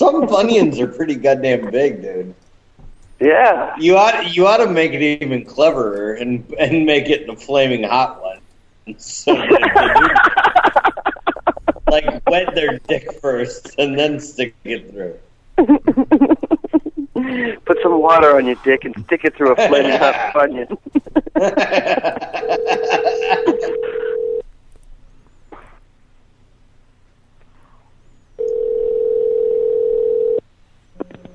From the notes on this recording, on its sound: Prank Phone Calls.